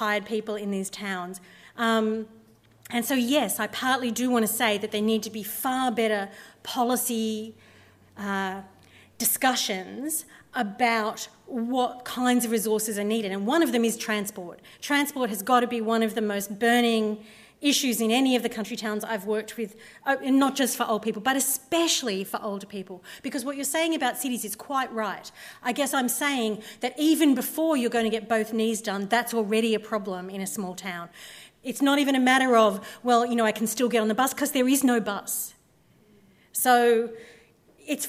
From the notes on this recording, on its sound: THIS LECTURE WAS HELD ON 8 September, 2016 at the University of Sydney as part of the Sydney Ideas and the Insights Lectures series